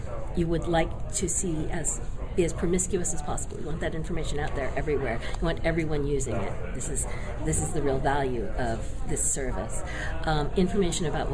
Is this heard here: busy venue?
yes